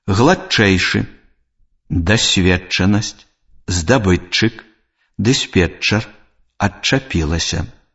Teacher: Падслухоўвае, падслухоўвае, над свіцяззю, пад слупам, адсцябаць, адсвярбела. Спалучэнне зычных «д» і «т» з наступнай афрыкатай «ч» утварае падоўжаную афрыкату «ч».